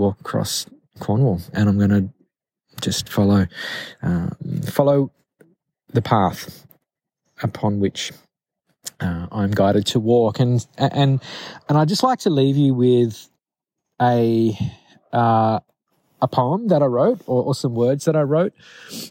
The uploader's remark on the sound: I recorded this episode directly into my phone in the middle of a beautiful forest in the Luxulyan Valley in Cornwall. There was no mic so the sound might be a bit dodgy.